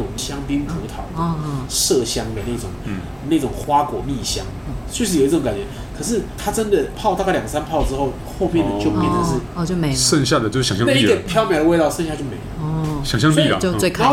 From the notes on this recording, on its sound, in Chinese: 本集白噪音指數：蚊風級 1/5。一步一步來 土耳其咖啡廳。錄音地點： 一步一步來 - Kopi Ibrik。